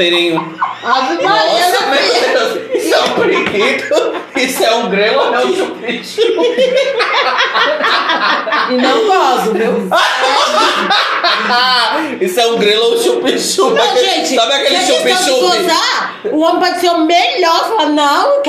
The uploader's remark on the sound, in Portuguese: Episódio gravado ao vivo!